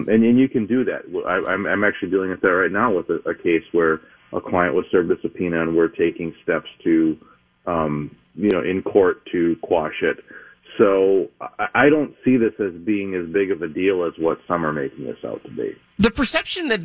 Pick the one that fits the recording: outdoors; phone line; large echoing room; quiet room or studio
phone line